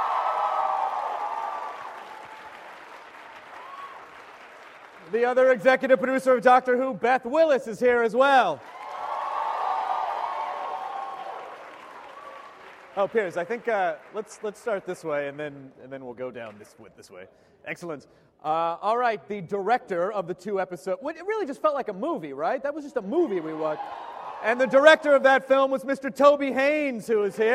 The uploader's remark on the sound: This is the 40-minute Q&A following sneak preview screening of the first two episodes of Doctor Who series 6 to a packed movie theater of Who fans in NY on April 11, 2011.